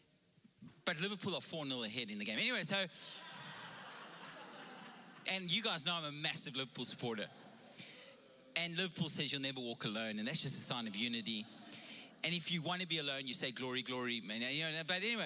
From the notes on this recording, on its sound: Recorded live.